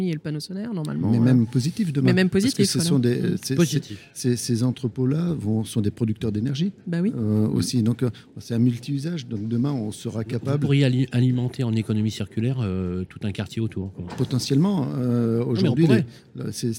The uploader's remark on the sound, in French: Emission spéciale en direct du SIMI 2022